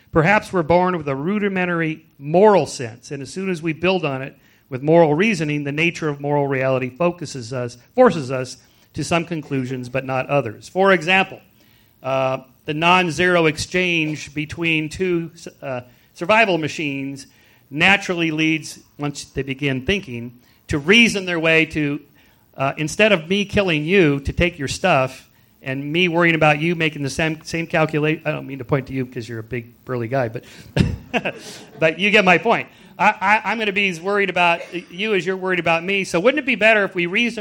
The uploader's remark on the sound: At California State University, Fullerton. The discussion is divided into opening statements, a period of exchanges among discussants, questions from the live audience, and closing statements.